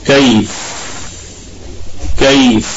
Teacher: ونراعي في الفاء حال وقوف عليها وهي ساكنة صفة الهمس